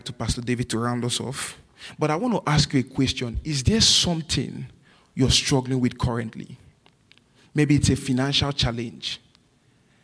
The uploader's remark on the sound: This message was recorded at New Covenant Church on April 16, 2023 in our night service.